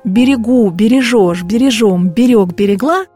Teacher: всегда сохраняют ударение на последнем слоге